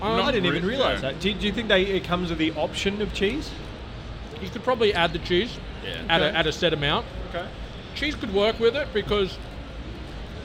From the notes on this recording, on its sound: On the PAX Australia showfloor. The episode was recorded in a live environment with literally 1000s of people around so there may be some inconsistencies in the audio at times.